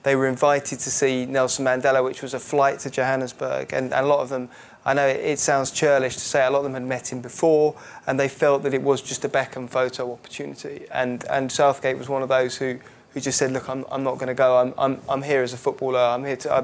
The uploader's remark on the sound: We're in front of a live audience. On an actual stage.